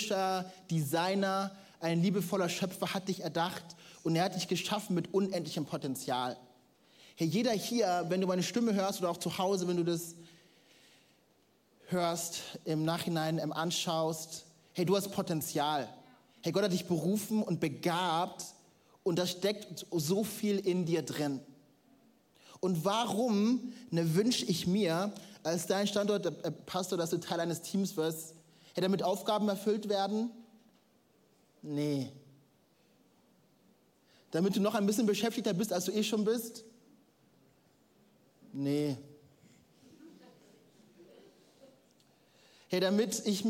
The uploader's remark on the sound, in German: Audiomitschnitt der Predigt vom 16.